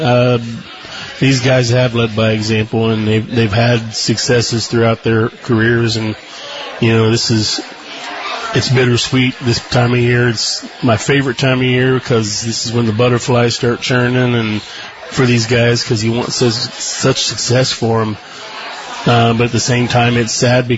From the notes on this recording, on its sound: broadcast live from Shipp Brothers Brewing in downtown Newark